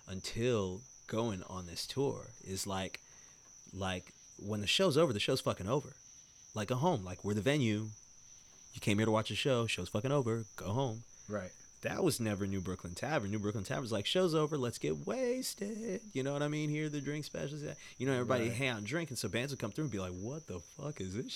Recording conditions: outdoors